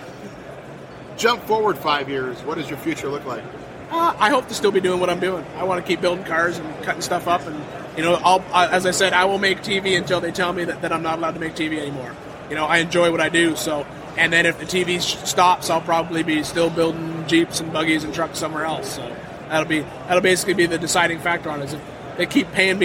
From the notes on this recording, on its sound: recorded a short conversation with various off road leaders during Off Road Expo 2015